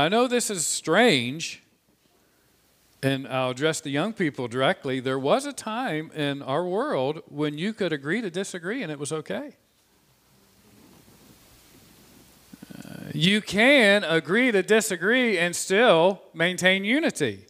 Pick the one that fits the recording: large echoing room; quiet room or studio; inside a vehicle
large echoing room